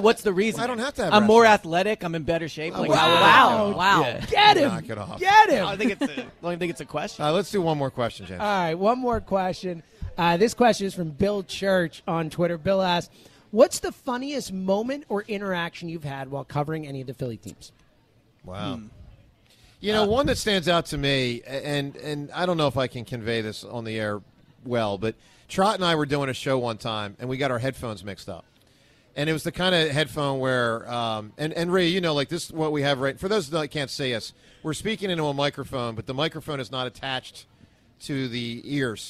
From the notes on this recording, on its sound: LIVE In Sea Isle. With the WIP Morning Show.